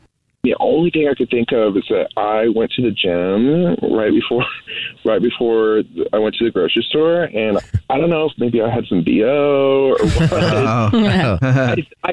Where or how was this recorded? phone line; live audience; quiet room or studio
phone line